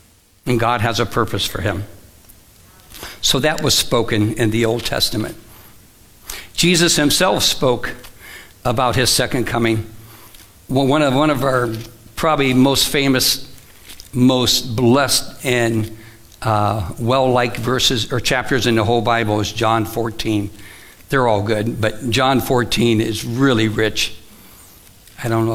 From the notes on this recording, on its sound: Live from The Summit Church in Dover, OH